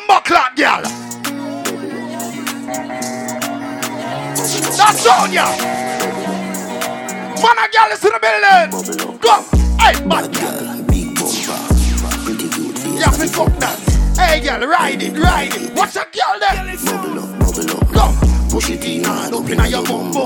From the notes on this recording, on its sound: PRIVITE PARTY LIVE AUIDO